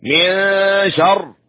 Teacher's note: إذا وقفنا على شر نقف عليها بتفخيم الراء